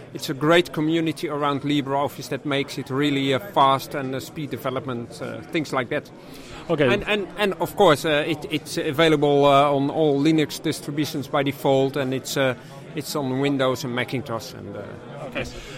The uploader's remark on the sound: The following are a series of interviews recorded at FOSDEM 2014.